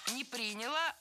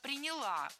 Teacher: Не приняла, а приняла. Ударение в этом глаголе ставим на окончание. · Shown in: second take